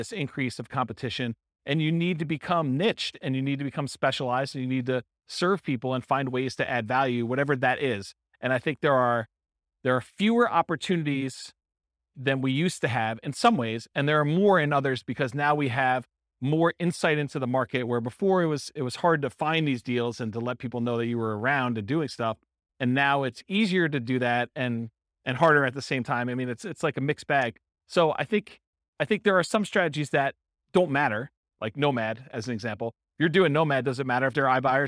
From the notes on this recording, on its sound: This was a live class recorded to give investors a solid qualitative overview of all the different real estate investing strategies. Live in-person version.